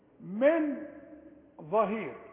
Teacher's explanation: والغنة نلاحظ انها تخينة لان الغنة بتتبع الحرف اللي بعدها